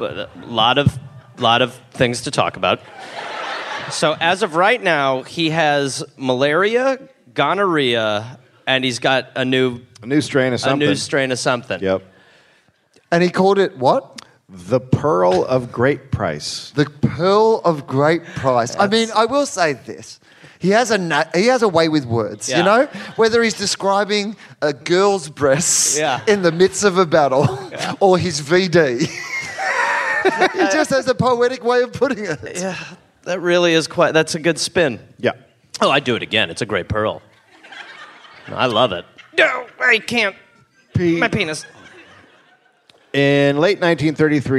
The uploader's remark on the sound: Live in Brisbane